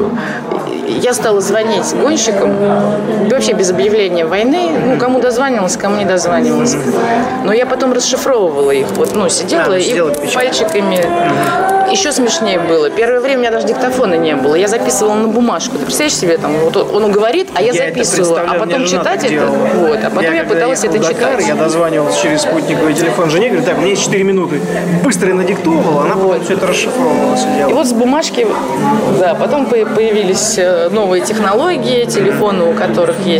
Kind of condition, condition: setting, busy venue